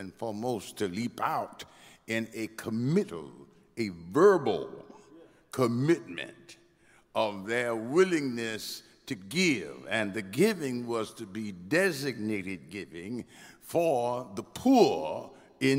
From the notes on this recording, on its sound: Recoded live at Lilly Grove Missionary Baptist Church in Houston, TX.